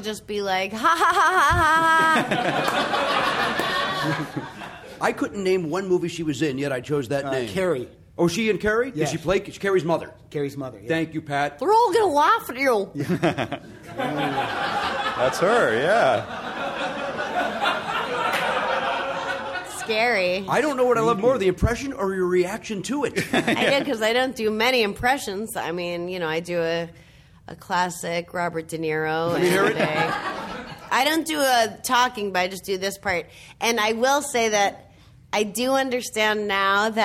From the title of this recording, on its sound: Live at #PCAT16